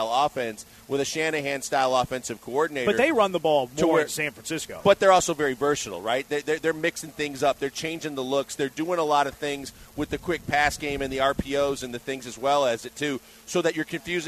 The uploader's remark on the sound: LIVE from Drift Bar in the Heights!